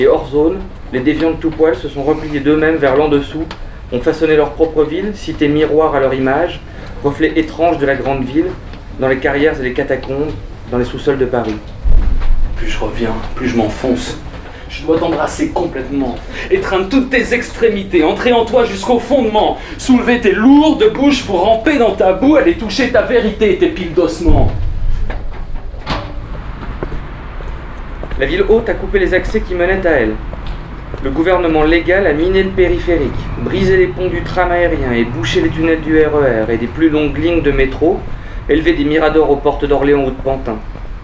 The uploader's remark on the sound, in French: À la Bibliothèque Rainer Maria Rilke, Paris. Prises de voix: le téléphone.